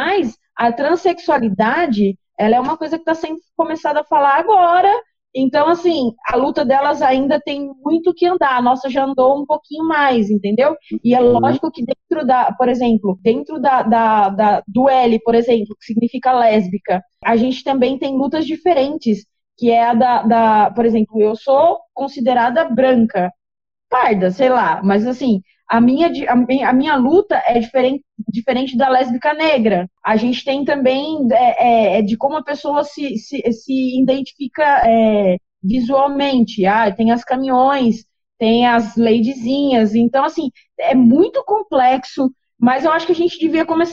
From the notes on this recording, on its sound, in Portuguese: Apesar da pouca qualidade do áudio por estarmos gravando na pandemia.